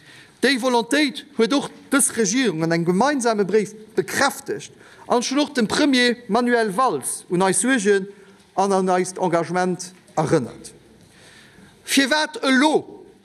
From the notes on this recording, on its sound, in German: live aus der Chamber